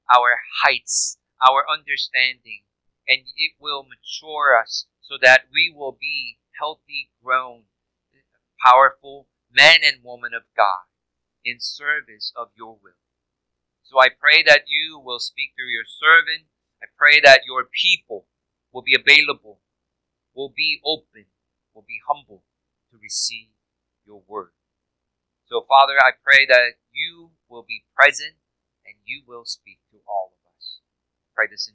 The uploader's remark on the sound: Unfortunately, due to a recording issue, this week's sermon audio may be of poor quality.